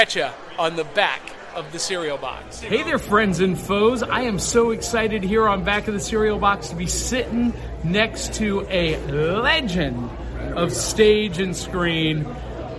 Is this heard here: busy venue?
yes